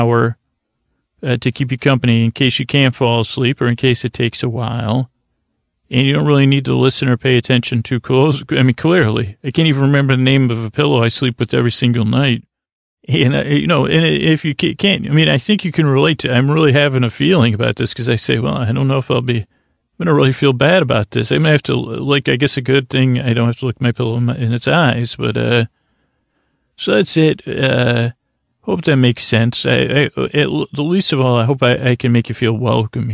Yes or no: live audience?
no